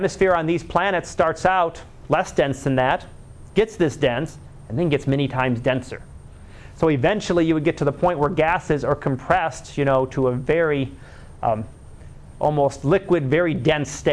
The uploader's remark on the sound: Live Class Lecture